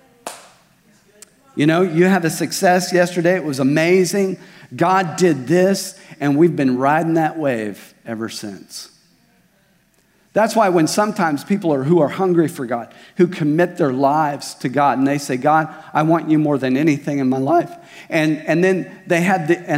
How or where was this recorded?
large echoing room